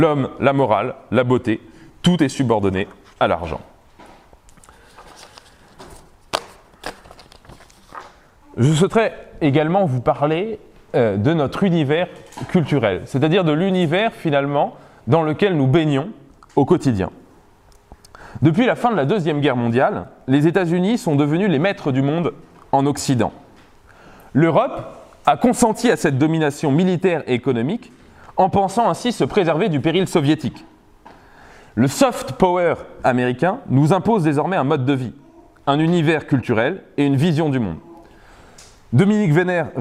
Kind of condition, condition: setting, live audience